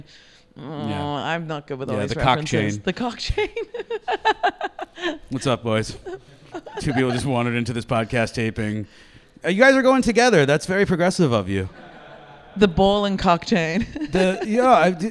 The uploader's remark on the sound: Recorded live at Podfest.